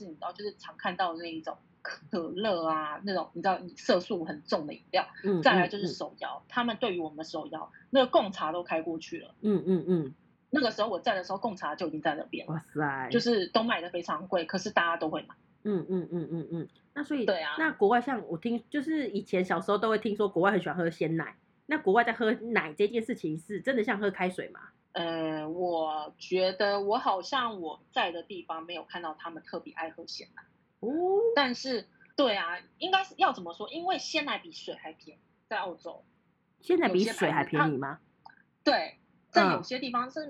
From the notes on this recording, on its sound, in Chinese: 錄製時間為2021.06.08線上錄製，有錄製品質或時間差問題，請大家多多見諒！